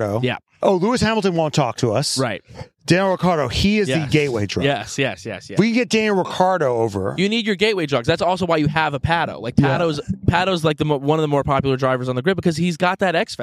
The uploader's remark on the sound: Come to you live from the LITERAL WINNER'S PODIUM AT THE INDY 500! We're looking at the dried milk on the backdrop.